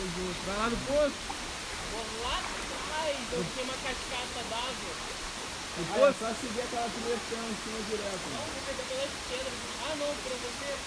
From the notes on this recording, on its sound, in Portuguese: (AO VIVO). Trocamos ideias no topo de uma cachoeira.